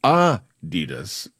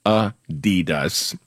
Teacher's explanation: It's supposed to be Adidas, with a slight emphasis on the first syllable · Shown in: first take · not Adidas, stressing the second.